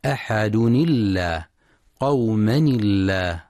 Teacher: ولذلك تنطق اللام في لفظ الجلالة مرققة عند الوصل